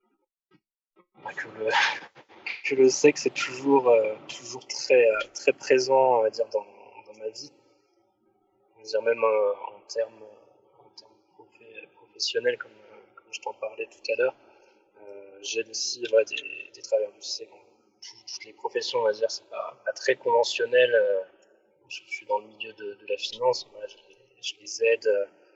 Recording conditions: echo